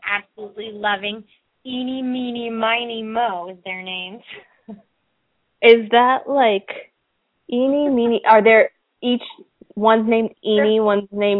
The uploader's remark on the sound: Open up the lines for listeners to call.